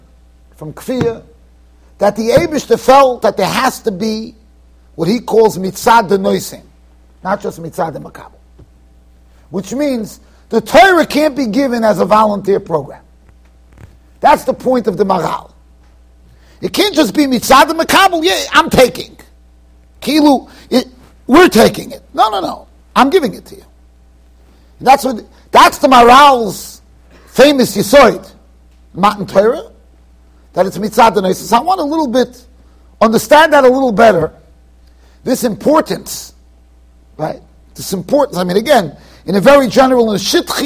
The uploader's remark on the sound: Shiur recorded in Yeshivas Ohr Reuven, Monsey NY.